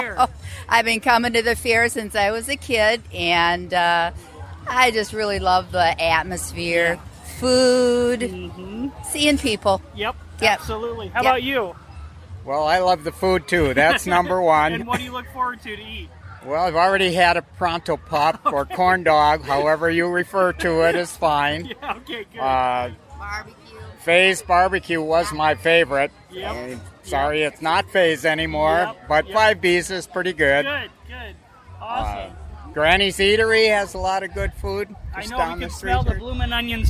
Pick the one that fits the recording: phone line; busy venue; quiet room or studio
busy venue